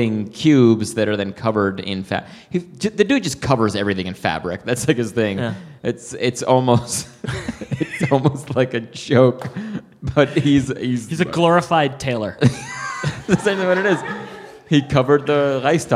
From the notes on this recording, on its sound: It's our first live show in a long while. Is recorded live at the Comedy Café Berlin in Berlin, Germany.